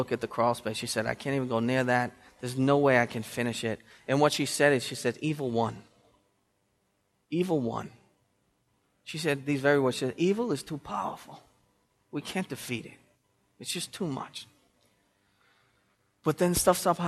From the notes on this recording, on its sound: The sermon was preached on December 15th, 2013 at Restoration Road Church in Wakefield, Massachusetts.